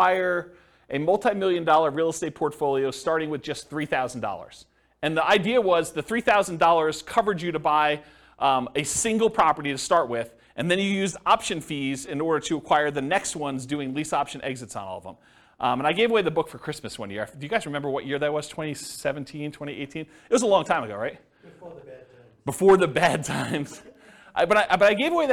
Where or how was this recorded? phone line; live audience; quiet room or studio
live audience